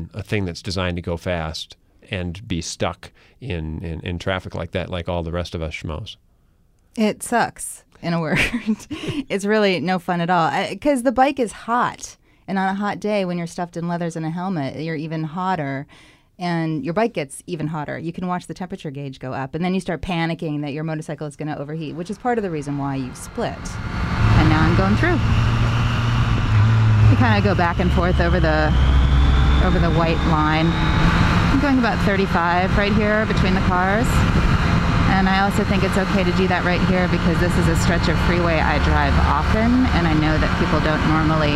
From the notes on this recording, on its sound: put a little microphone into her helmet and then took off down the streets, roads, and freeways of LA